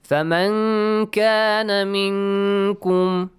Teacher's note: Again, the same noon sakin plus kaf. Again, the same rule. Ikhfa. Hide the sound of noon.